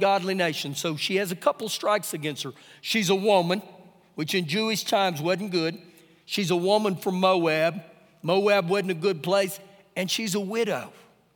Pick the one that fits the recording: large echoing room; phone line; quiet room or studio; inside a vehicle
large echoing room